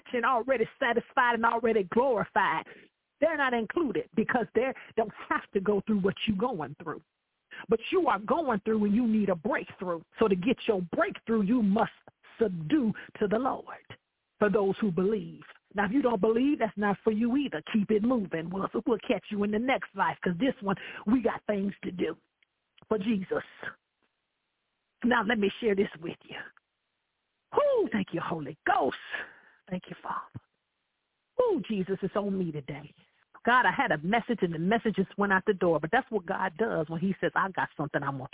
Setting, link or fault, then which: link, phone line